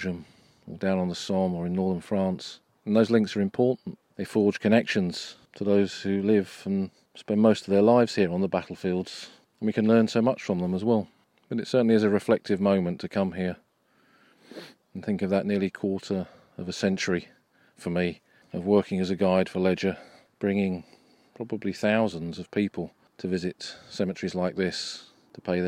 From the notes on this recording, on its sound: This weeks episode was recorded a few weeks ago whilst on the battlefields of Flanders. We visit a small cemetery in the fields near Boesinghe. Walk among the vast legion of unknown soldiers at Poelcapelle.